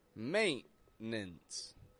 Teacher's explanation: the word maintenance uses a glottal T. That's when we use the glottis, a valve in our throat, to stop our air, and then we release it again.